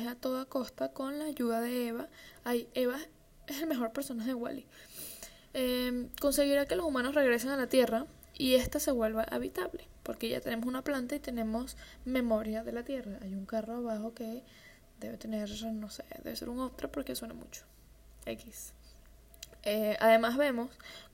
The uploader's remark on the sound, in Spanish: Con ruido de un optra de fondo.